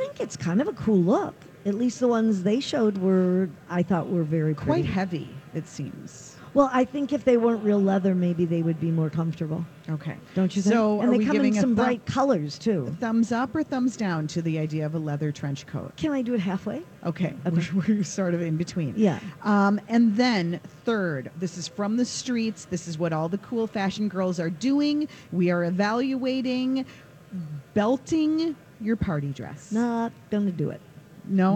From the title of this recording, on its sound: Live at the Golf Show